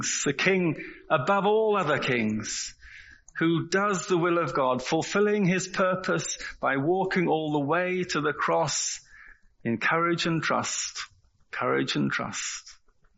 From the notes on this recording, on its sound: Recorded at the 10:30 service on Sunday 2nd April 2023 at St Andrew’s Church, Malvern.